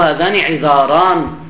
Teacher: نحو تقول نعم المفتوحة، نحو هذان عذاران، فهذه الراء هنا مفتوحة وليست مكسورة، فتتلفظ بها فخمة مما لا يناسب الإمالة، بخلاف المكسورة على ما يأتي إن شاء الله تعالى.